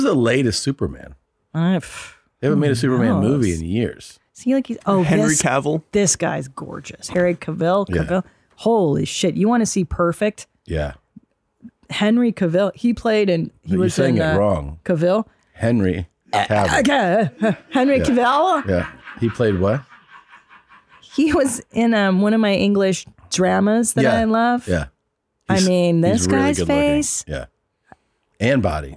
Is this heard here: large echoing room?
no